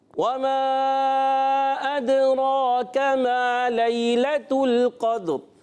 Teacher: वमा में यहाँ पर भी वही वाली मद है जो ऊपर थी, मद मुनफसिल हरफ मद्दा के बाद हमजा दूसरे कलमे में। अदराका, हमजा खूब जाहिर करेंगे, दाल में कलकला करेंगे। हरफ कलकला पाँच है, काफ ता बा जीम दाल, और जब ये हरफ साकिन होते हैं तो कलकला होता है, आवाज़ खूब लोड कराती है।